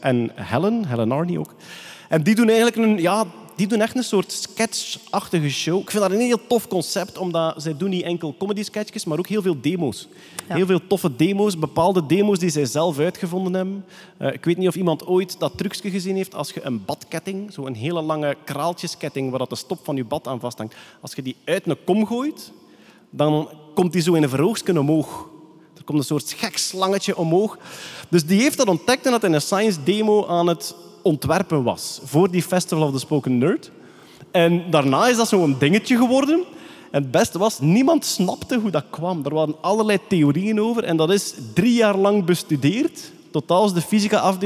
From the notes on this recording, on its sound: Nerdland Special: Science Comedy (Live in Captain Comedy Club).